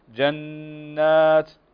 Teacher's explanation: النون مشددة تغن بمقدار حركتين